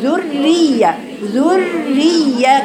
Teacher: كانهم اتنين رائين مفصلين عن بعض الأولى ساكنة رقيقة والتانية مكسورة رقيقة